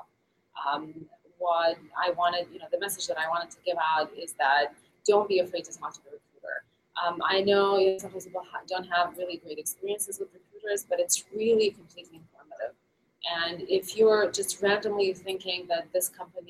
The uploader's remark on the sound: We'll be live at React Conf talking with speakers and others about what's going on at the conference.